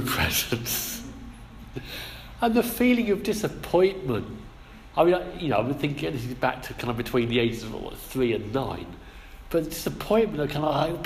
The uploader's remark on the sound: Our sermon from the 11am service